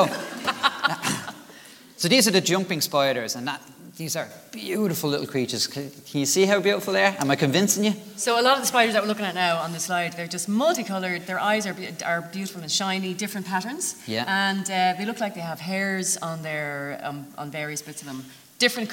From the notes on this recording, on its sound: This is a live recording in front of an audience in The Crawford Art Gallery in Cork.